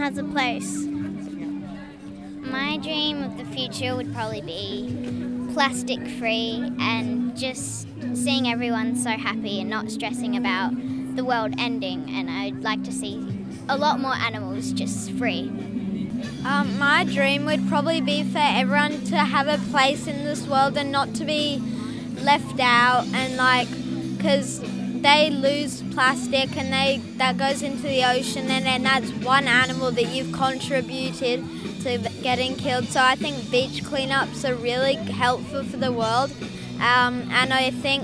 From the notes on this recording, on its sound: School Strike for climate Action March 2021 recordings from the streets of Byron.